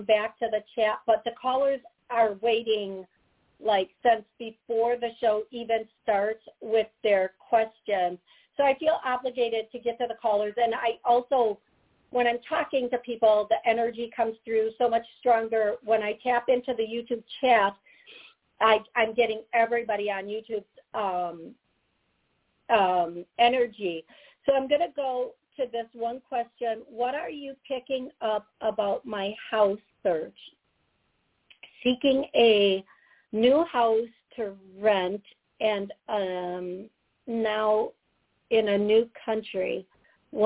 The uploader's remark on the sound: Live Call